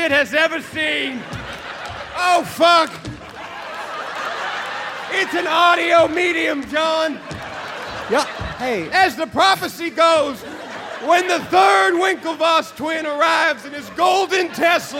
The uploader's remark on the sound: Live from San Francisco!